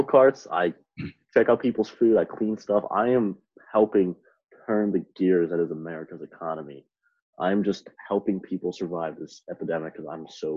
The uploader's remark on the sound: You Took It Too Far tries Zoom!